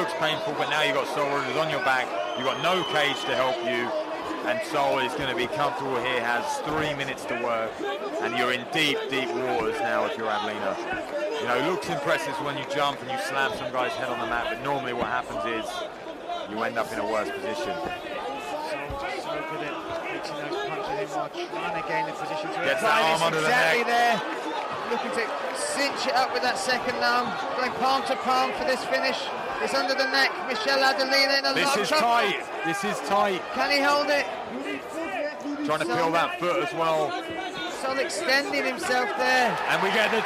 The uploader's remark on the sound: Live reaction from cageside at the SSE Hydro for ACB 47: Braveheart.